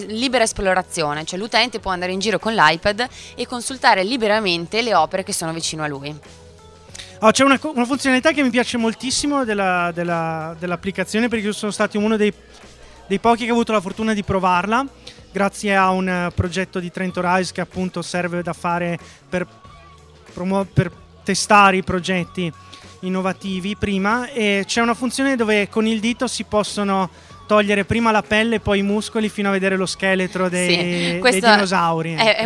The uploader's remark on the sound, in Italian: Sempre in diretta per la speciale occasione dal Festival dell'Economia 2014.